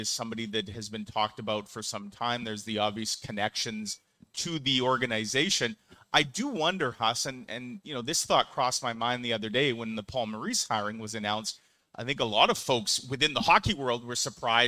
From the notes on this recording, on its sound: LIVE at Little Brown Jug